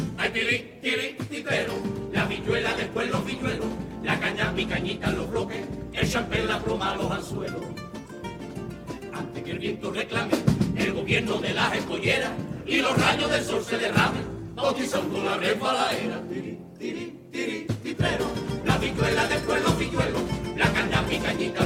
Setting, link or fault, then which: setting, live audience